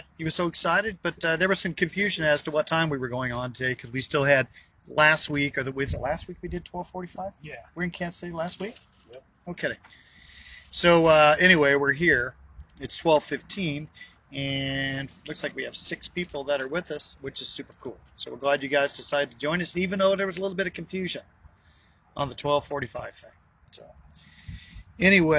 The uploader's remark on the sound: BROWN BAG IN THE VAN!